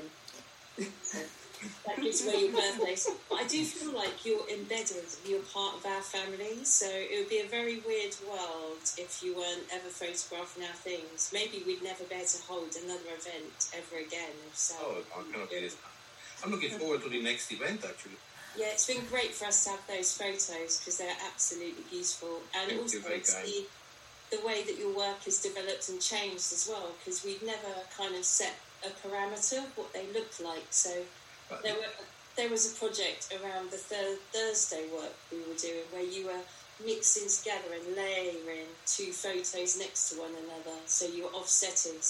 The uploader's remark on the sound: Apologies for the sound quality on the podcast, I can't control my guests.